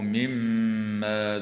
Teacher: وتغن الميم المشددة في كلمة مما